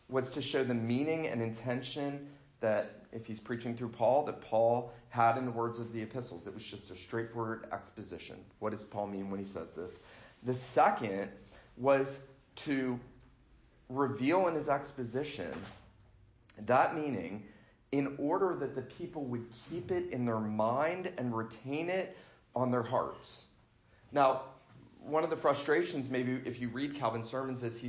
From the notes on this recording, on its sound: This lecture was given for Reformation Sunday at the First Presbyterian Church of Fort Oglethorpe, GA on Sunday morning, October 27, 2019.